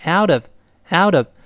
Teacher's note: out 跟 of 连读，中间浊化成 out of outof